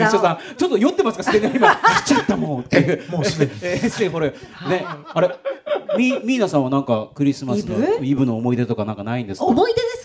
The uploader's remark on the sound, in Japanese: ホッピー公開収録。